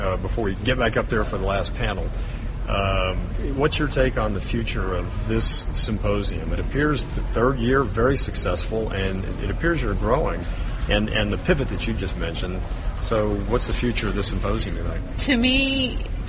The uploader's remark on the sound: Live from the Symposium on Design & Construction Issues at Hazardous Waste Sites - West. Live from the Symposium on Design & Construction Issues at Hazardous Waste Sites - West.